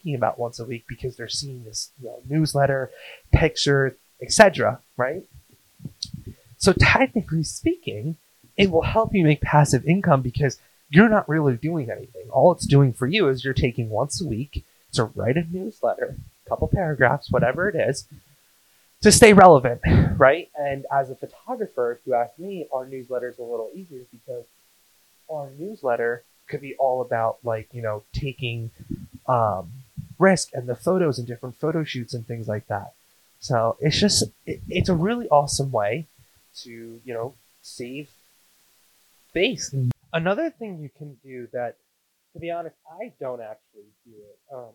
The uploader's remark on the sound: I don’t know what happened to the audio so I do apologize